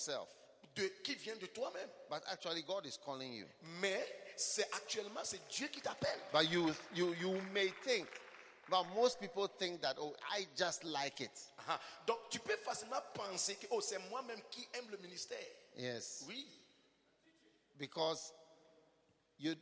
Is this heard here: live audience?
yes